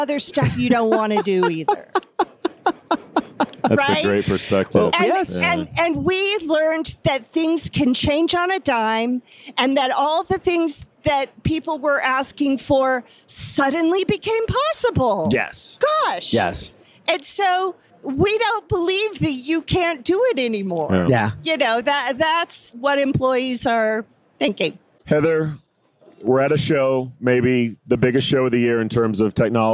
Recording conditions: busy venue